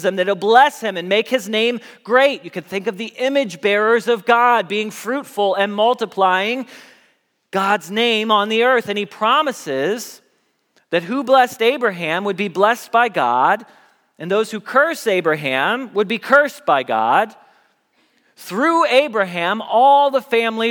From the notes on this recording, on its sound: Message Preached at Valley Creek Church.